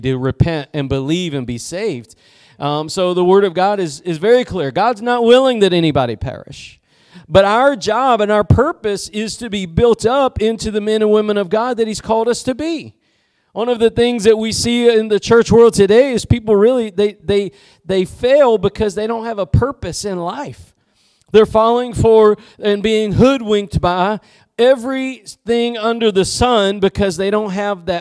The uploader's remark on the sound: Preached at Gospel Lighthouse in Bossier City, La.